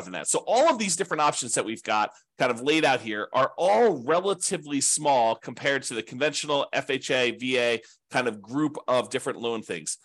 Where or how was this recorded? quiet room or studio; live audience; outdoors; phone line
quiet room or studio